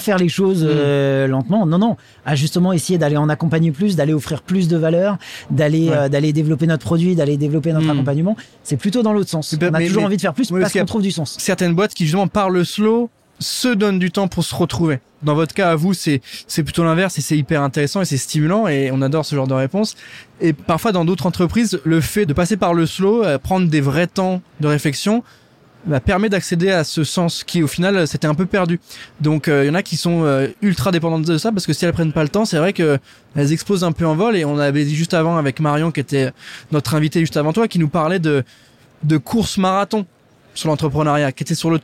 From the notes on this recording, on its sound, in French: en direct du salon Go Entrepreneurs